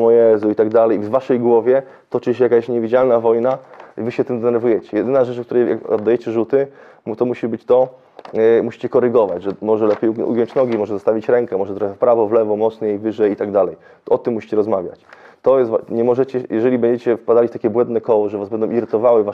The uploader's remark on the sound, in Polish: Materiał nagrany podczas odprawy na Konsultacji Szkoleniowej w listopadzie 2022.